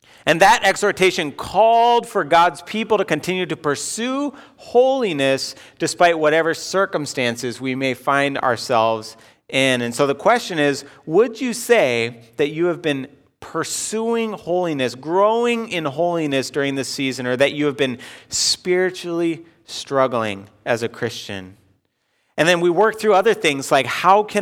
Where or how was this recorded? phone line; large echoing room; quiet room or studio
large echoing room